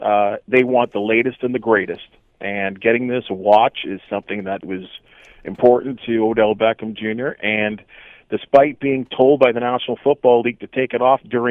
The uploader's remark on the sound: Opens the phones.